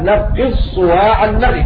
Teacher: وفيه الإضغام الخالص وفيه أيضا الروم والإشمام لأن الدال مضمومة